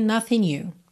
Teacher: E aqui nothing you juntando N, já que o G não é pronunciado. Poderia ser nothing you, como se fosse um NH em português, né?